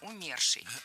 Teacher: В этом слове ударение ставим на второй слог, на корень